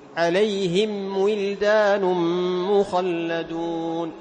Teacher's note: تطبق الشفتين توسط الميم ثم تنطق بعد ذلك بالواو · Term: إظهار الميم